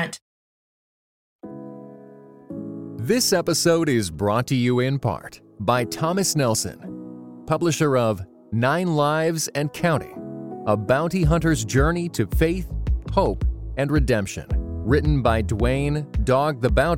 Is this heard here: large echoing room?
no